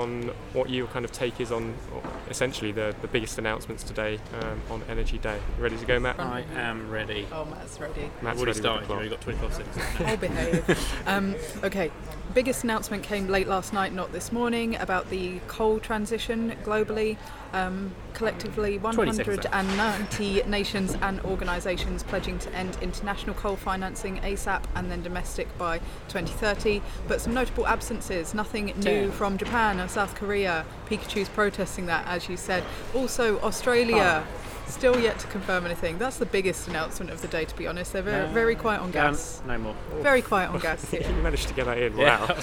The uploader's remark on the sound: The team are re-united in the Blue Zone to reflect on a fast and furious Energy Day of COP26. We catch an army of Pikachus outside of the COP walls.